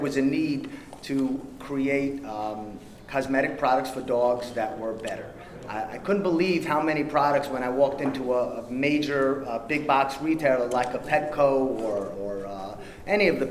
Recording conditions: busy venue